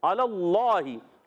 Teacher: اللہ پاک کلام سے پہلے زبر آ گیا تو اللہ پاک کلام موٹا پڑھیں گے، اللہ پاک کلام موٹا پڑھیں گے، اگر اللہ پاک کلام